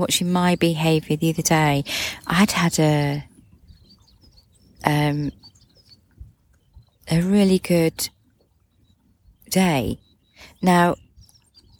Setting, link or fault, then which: fault, sounds in the background